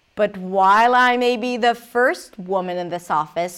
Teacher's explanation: But while I may be the first woman in this office, first notice how she lifted first woman in this office, right? So everything's kind of flat to stress the word first.